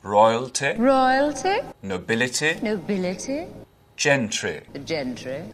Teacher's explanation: And those short ending I sounds. You won't really hear that in English accents anymore.